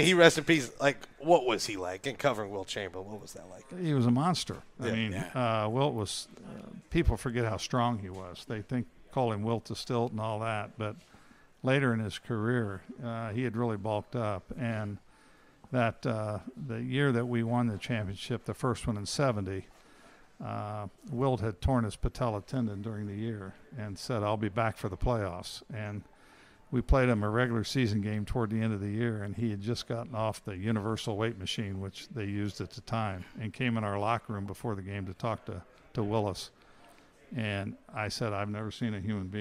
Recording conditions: busy venue